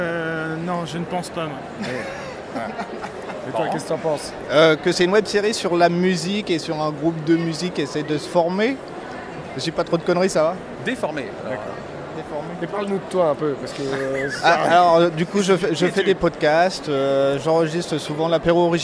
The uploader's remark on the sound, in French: Voici les interviews réalisées lors du Festival Francophone de la web série , qui a eu lieu lors du TGS 2016 à Toulouse. Voici les interviews réalisées lors du Festival Francophone de la web série , qui a eu lieu lors du TGS 2016 à Toulouse.